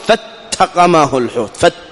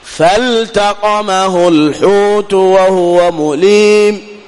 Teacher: أيضا إظهار لام الفعل مطلقا وهو في فالتقمه الحوت · Shown in: second take · فالتقمه الحوت، فل، ومن الخطأ أن تقول فالتقمه الحوت، فت، خطأ هذا.